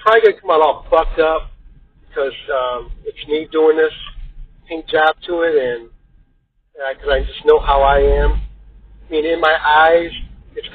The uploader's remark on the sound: Please excuse the audio in this, it is pure crap! The music is great but his phone recorded audio is just pure crap! Live broadcast of the Maximum Threshold Radio Show.